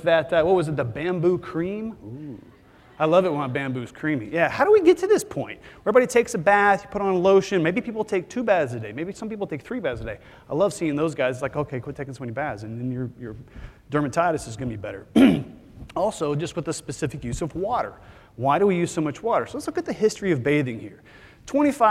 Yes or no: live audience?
yes